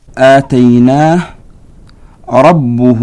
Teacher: والفرق بين آتيناه وكلمة ربه أن الضمير في آتيناه لا يمد ولا يشبع، بينما المد والإشباع في هاء ربه يمد بمقدار حركتين كالمد الطبيعي